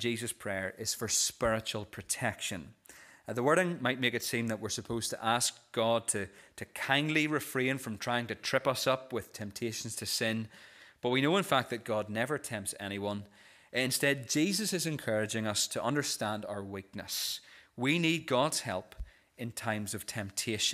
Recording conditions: large echoing room